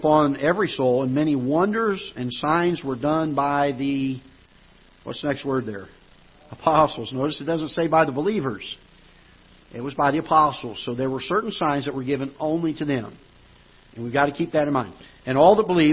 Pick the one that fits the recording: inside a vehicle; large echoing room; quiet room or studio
large echoing room